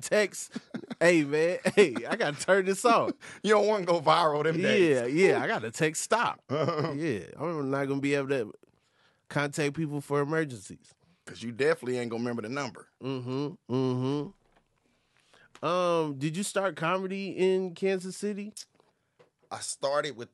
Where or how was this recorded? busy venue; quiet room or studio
quiet room or studio